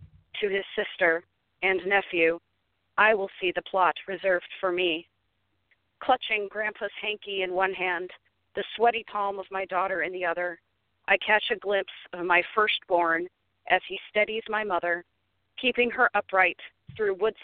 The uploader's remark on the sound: Poets who called in from Sault Ste. Marie, Canada, Austin, Texas, San Francisco, California, Covington, Louisiana, Birmingham, Alabama, and Fargo, North Dakota.